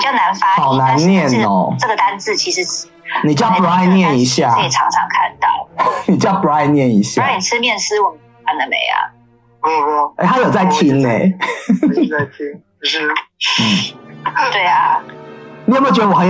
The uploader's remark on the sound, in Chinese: Tokyo。遠段錄音 ,音質請見諒。